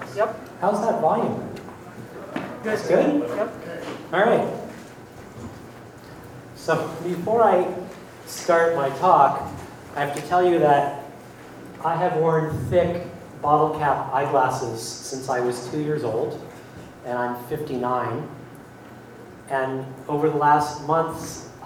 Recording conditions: live audience